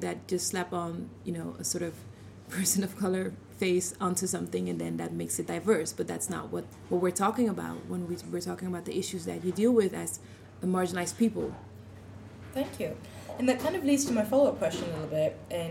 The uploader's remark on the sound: Live at Night of Arts and Sciences